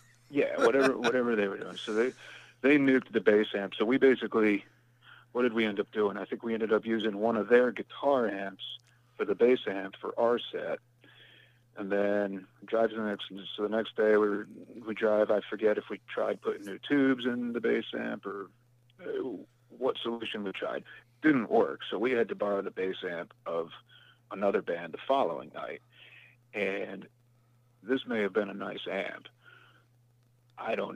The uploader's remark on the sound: called into The Metal Forge